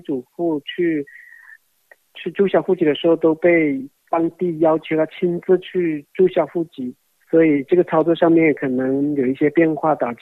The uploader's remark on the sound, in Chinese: 接受本台电话采访